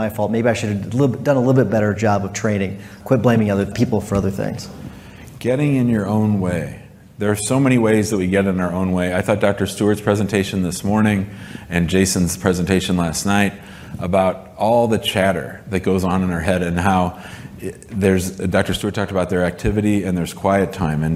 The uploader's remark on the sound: In this live podcast episode.